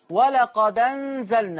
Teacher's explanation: لما تلاقي حرف عليه رصحة صغيرة ورا منها الهمزة، شيل الهمزة وخد الحركة اللي فوقيها حطها على الدال فتقرأ ولقد أنزلنا.